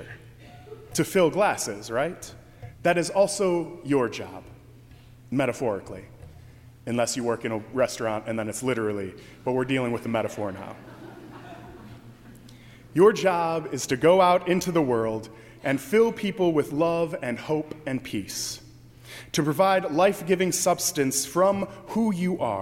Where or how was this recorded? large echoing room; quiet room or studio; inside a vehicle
large echoing room